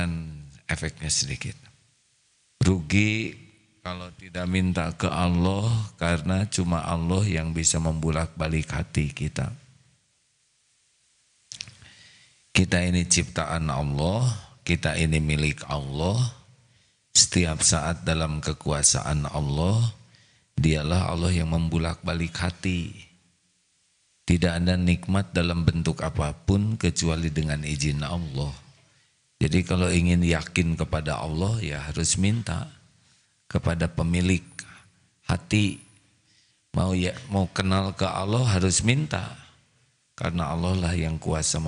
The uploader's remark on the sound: Live dari Masjid Daarut Tauhiid Bandung